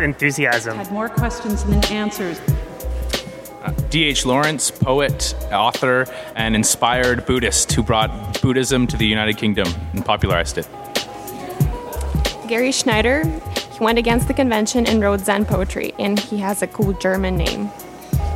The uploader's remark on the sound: At Fresh Media conference at W2 Arts + Media Centre. In a workshop about storytelling + podcasting.